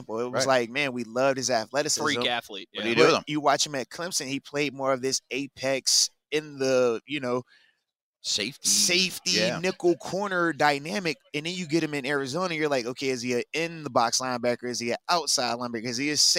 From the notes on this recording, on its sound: HR3: The Blitz LIVE from the NFL Combine.